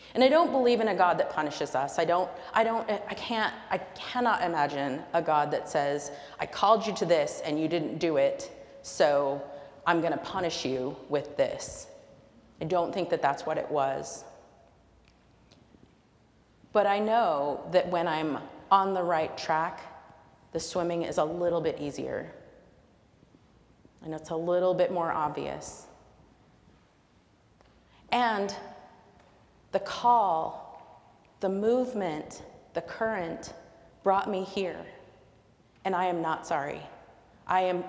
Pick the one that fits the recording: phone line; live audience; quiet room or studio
live audience